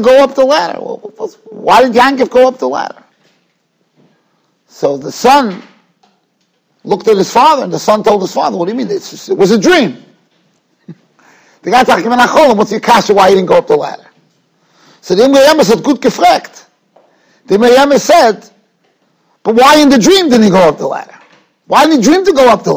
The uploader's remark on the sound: Shiur recorded in Yeshivas Ohr Reuven, Monsey, NY.